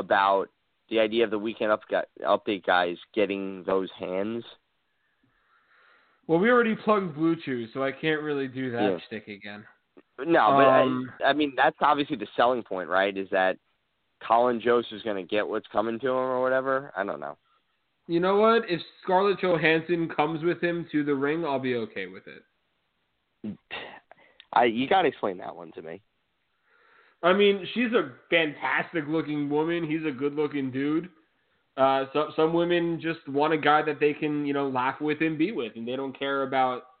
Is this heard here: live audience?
no